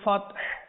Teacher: হায়ের মধ্যে যেহেতু ওয়াকফ হবে তাহলে সেই ক্ষেত্রে আমাদের হাকে উচ্চারণের মধ্যে নিয়ে আসতে হবে